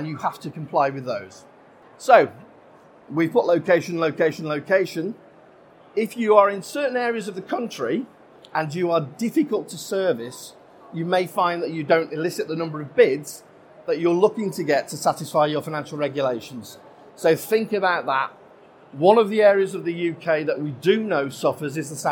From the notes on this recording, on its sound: This session was recorded live on 13th November 2019 in the Business & Finance Theatre of the Schools & Academies Show at the NEC in Birmingham.